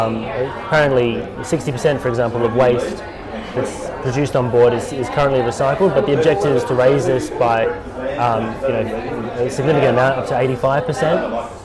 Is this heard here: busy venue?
yes